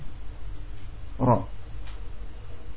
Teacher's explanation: huruf ra berbelok mendekati punggung lidah. Mendekati punggungnya. · Term: inhiraf